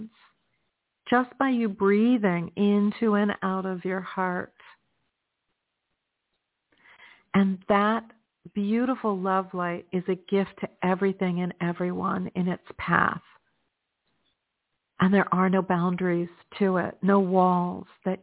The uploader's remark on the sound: in response to callers' questions.